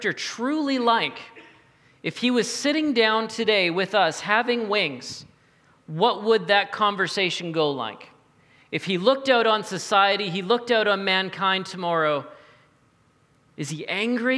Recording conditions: large echoing room